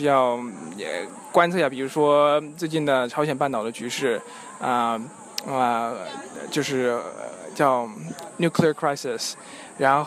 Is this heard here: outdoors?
yes